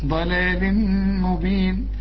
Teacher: تنوين وبعده ميم، ادغام بغنة